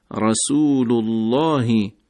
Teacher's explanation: باز کلمه الله رو داریم، رسول الله، که درشت و پرحجم تلفظ میشه و علتش هم ذمه ما قبلش هست